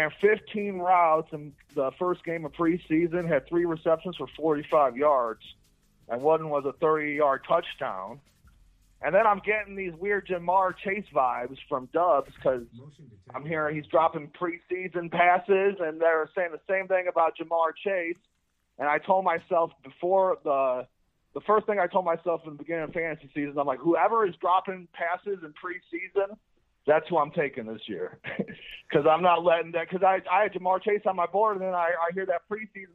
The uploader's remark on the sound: phone calls for roughly 2 hours